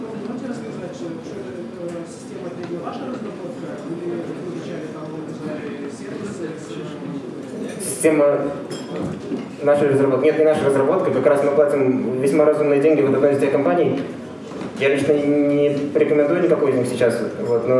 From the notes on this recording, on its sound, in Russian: ZeroNights 2014 и «Открытая безопасность» представляют аудиозапись докладов с конференции. Workshop 1, Defensive track.